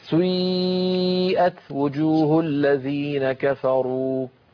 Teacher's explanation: مركبة يعني من حركتين أولها ضمة وآخرها كسرة · Term: حركة مركبة